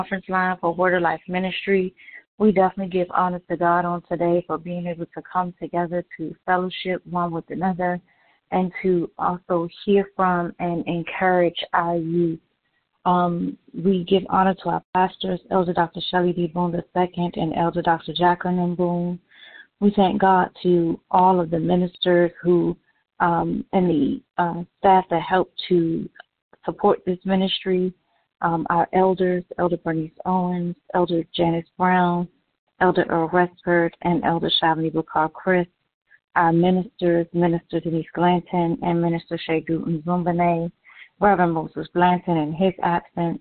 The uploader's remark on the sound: Conference Call